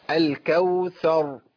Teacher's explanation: راء موقوف عليها بالتفخيم وموقوف عليها بالتسكين، لان انا عندي لا اقف الا على ساكن، ما ينفعش اقف على حرف متحرك ابدا بالحركه، اقف عليه احذف الحركه.